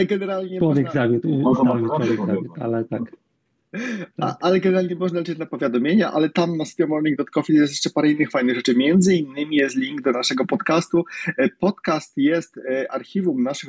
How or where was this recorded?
video call